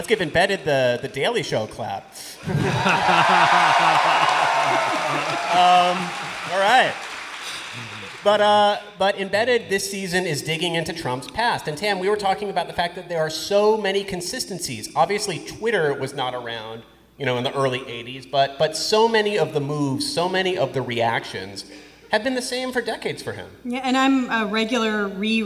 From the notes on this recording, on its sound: NPR Politics Live From Chicago. This is a special episode, recorded in front of a live audience at the Athenaeum Theatre in Chicago.